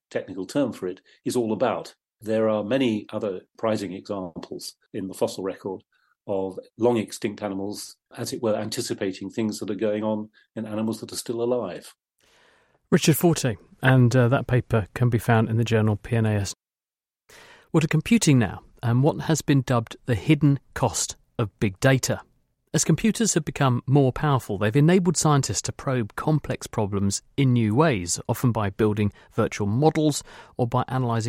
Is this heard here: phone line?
no